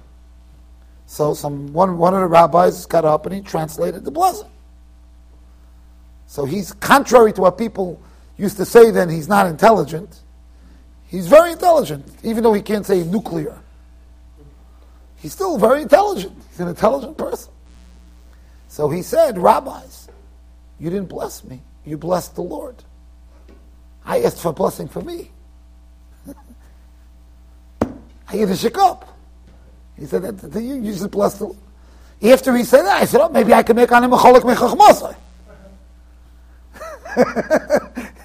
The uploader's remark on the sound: Shiur recorded in Yeshivas Ohr Reuven, Monsey NY.